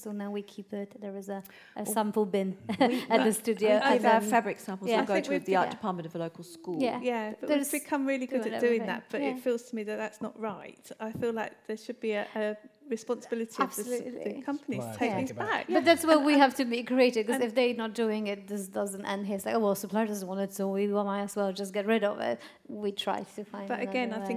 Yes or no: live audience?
yes